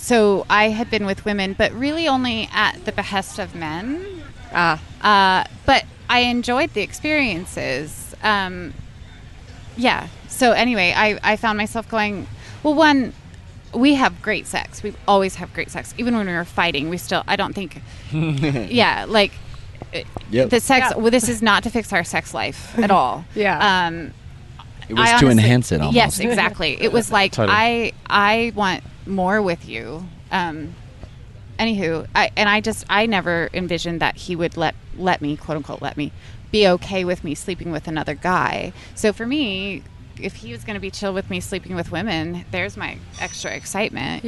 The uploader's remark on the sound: Live Interviews with Newbies during Young Swingers Week at Hedoni